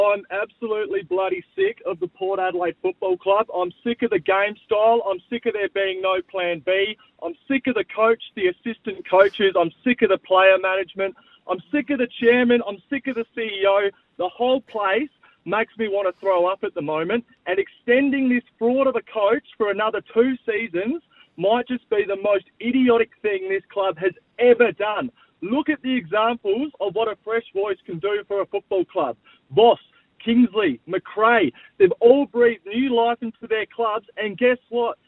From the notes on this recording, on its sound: YOUR CALLS. On the Run Home SEN SA.